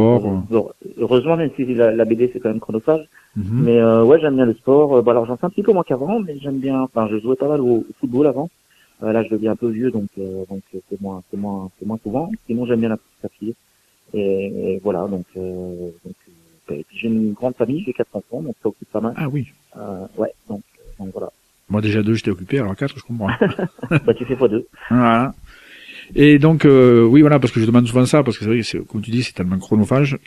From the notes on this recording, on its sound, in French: qui reçoit par téléphone